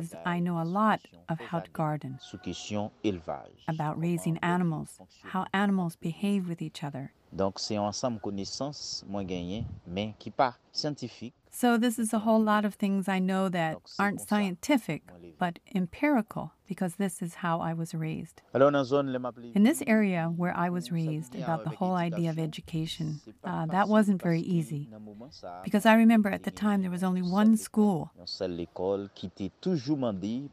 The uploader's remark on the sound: I hope you feel taken to location as you hear the children play and the wind blowing from time to time. As he sits outside to record on his phone since the internet connection wasn't strong enough to do a direct conversation.